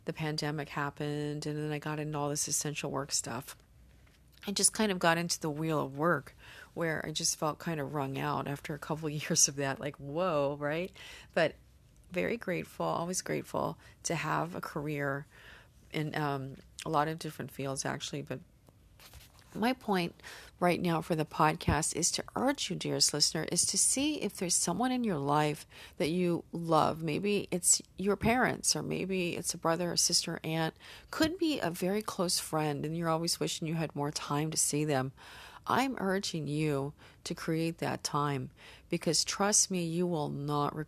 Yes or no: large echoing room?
no